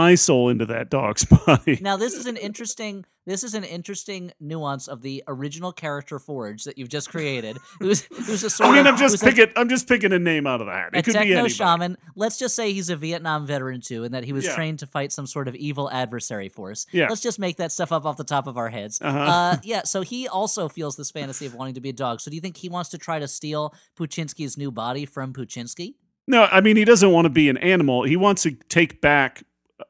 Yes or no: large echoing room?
no